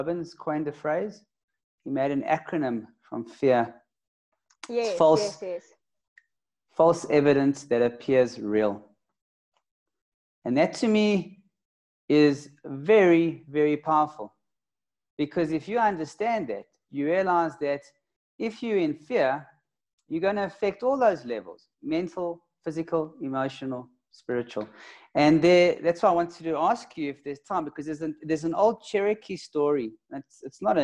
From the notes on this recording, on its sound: LIVE-ZOOM-INTERVIEW made into a podcast